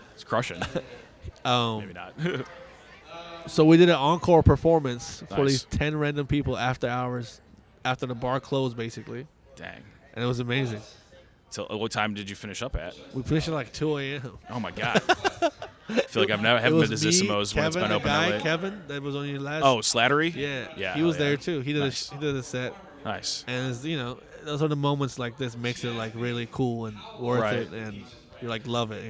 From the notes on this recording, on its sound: Recorded outside the comedy open mic at Fells Point Tavern.